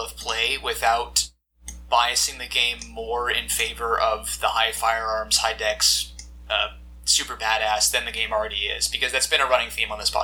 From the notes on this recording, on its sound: Sorry about the audio quality this week